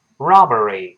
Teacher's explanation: Robbery 就是 r o b b e r y 抢劫是名词，读成 robbery, robbery 字母 r 还有勾舌的 robbery 这么一个声音